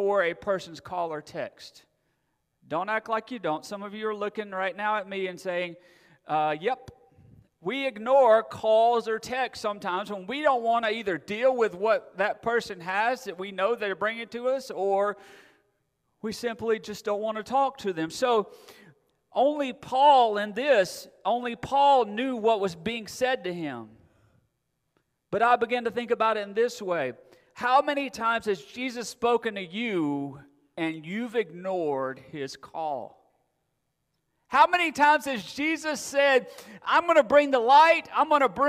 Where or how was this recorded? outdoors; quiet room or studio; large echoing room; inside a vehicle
large echoing room